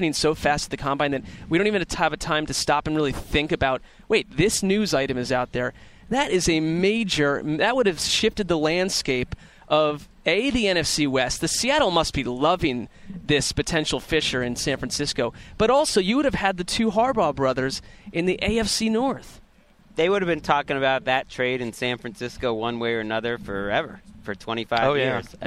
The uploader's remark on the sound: Live from the combine! An arena full of heroes. The heroes check in live from Lucas Oil Stadium.